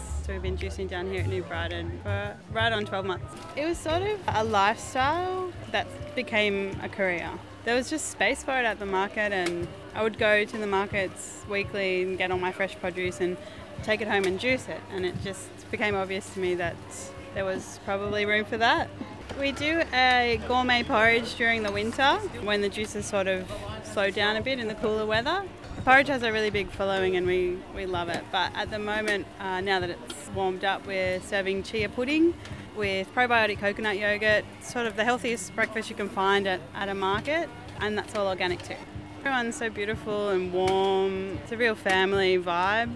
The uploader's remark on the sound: Wander through the farmers markets of the Shire recording our communities love for these iconic gathering spots. Byron Farmers Market.